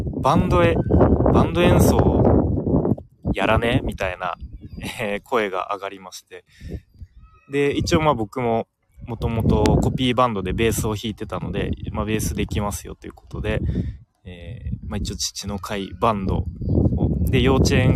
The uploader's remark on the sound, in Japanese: 公園での公開収録。Stand.fm。